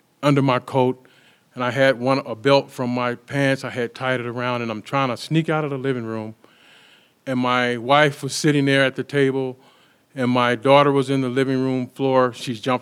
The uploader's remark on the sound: Our debut episode was recorded June 2022 at the Tattered Cover Bookstore in Denver.